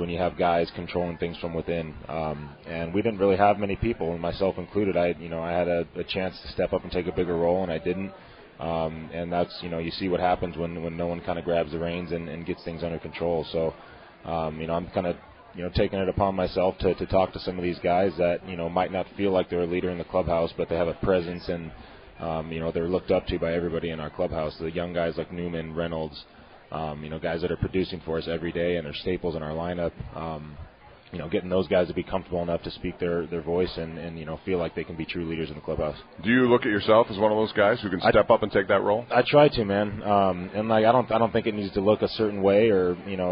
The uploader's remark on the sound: LIVE from PiratesFest Saturday morning at PNC Park